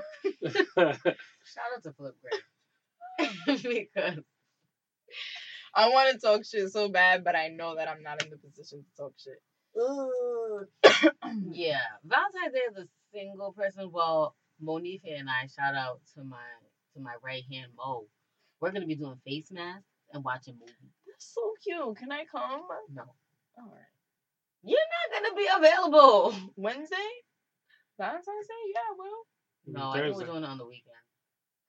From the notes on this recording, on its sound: AUDIO IS POOR DUE TO TECHNICAL DIFFICULTIES.